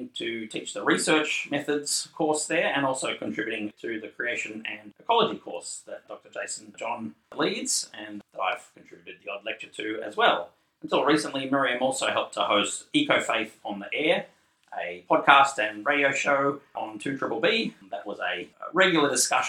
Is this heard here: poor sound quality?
yes